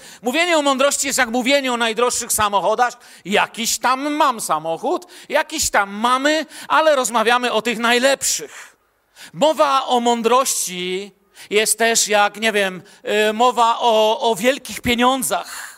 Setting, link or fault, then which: setting, large echoing room